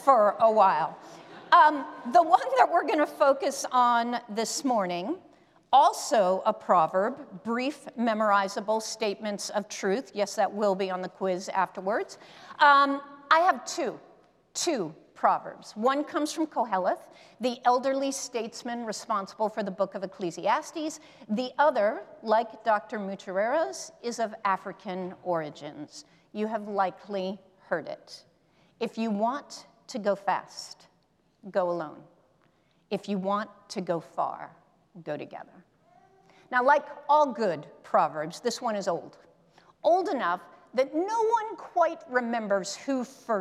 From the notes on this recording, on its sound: presented by Asbury Seminary Kentucky Chapel, recorded on Tuesday, October 10, 2023 at Asbury Theological Seminary's Kentucky campus